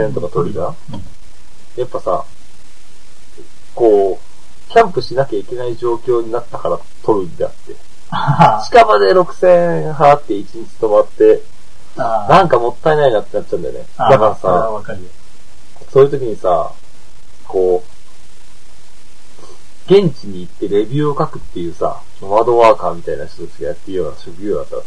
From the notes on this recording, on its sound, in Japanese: 低音質です